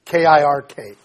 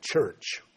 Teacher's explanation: And the Scottish version of that was Kirk, K-I-R-K, Kirk. Over time, the K's went from that hard K sound to a Ch sound, and we ended up with church.